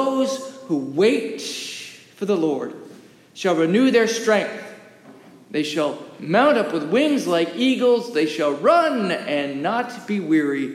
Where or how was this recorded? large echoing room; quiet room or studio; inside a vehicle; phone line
large echoing room